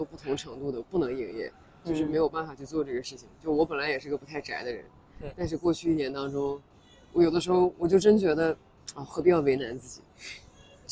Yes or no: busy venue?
yes